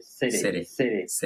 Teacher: La T como una R suave.